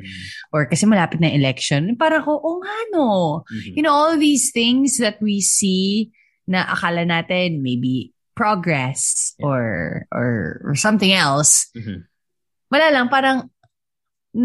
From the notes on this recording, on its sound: We recorded via Zoom using our ELGATO WAVE 1 microphones.